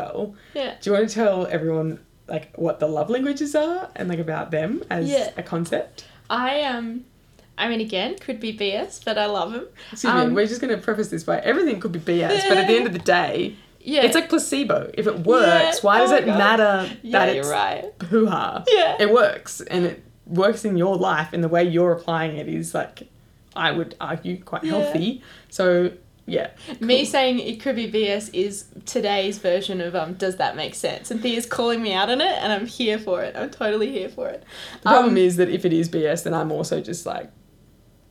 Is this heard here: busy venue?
no